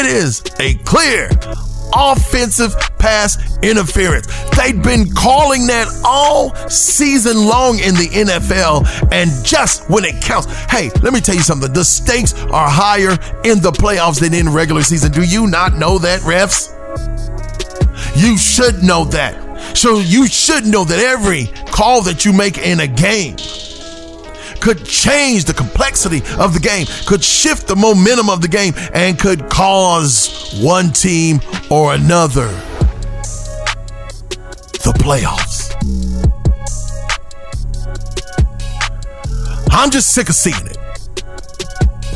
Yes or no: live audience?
no